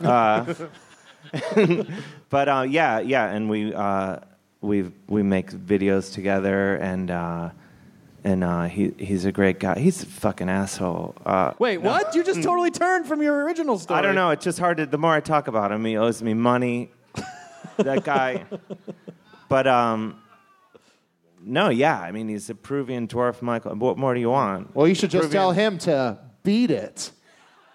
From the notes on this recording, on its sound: Live from LA! It's the fun filled live show from the Nokia Theater in downtown Los Angeles!